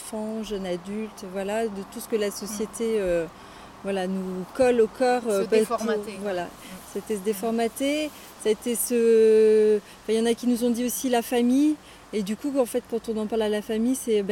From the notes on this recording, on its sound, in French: enregistrement en plein air au bord de la rivière Drôme